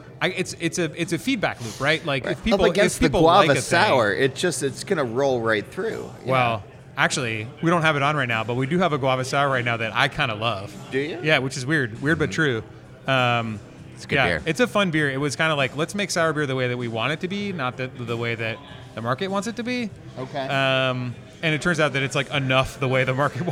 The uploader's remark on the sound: We recorded this in the taproom over a pitcher of pilsner